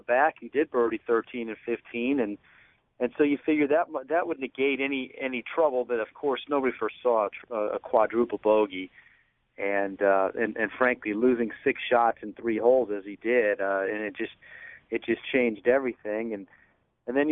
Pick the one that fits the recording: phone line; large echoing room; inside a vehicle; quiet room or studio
phone line